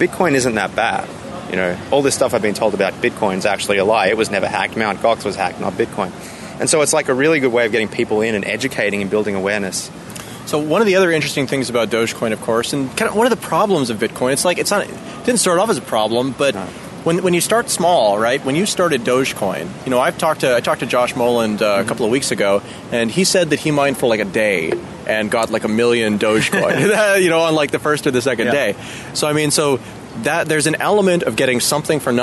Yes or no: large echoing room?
no